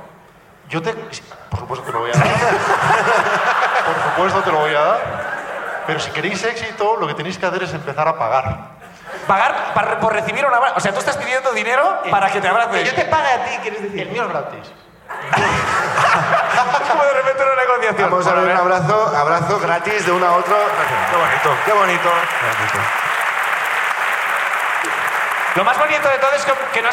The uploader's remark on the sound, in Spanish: La Ruina desde Madrid. El público de La Ruina.